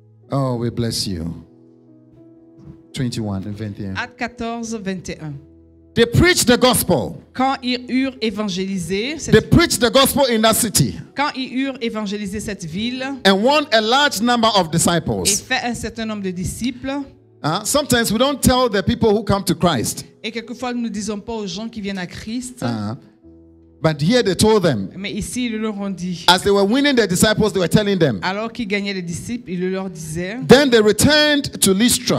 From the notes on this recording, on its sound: Preached during Joyful Hour Sunday Service